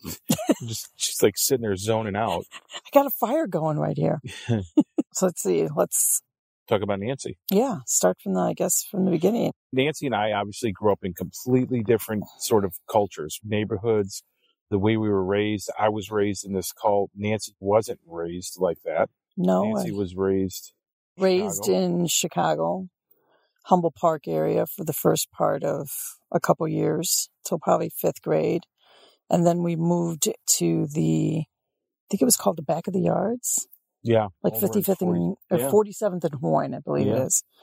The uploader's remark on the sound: We're recording this one on the road, from our Overland trailer in Alpaca, Wisconsin. So, you'll hear the calming sounds of nature, birds chirping, and the crackle of a fire in the background.